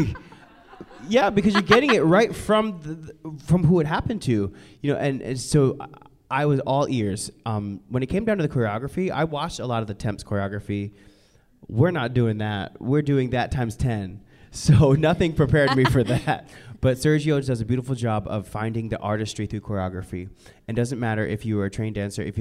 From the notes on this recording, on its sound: special live taping of the Feinstein’s/54 Below Podcast at BroadwayCon 2020